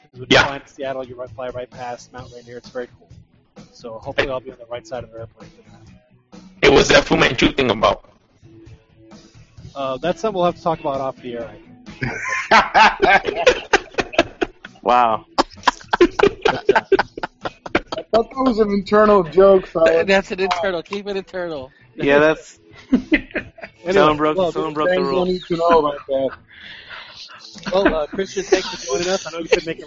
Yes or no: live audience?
no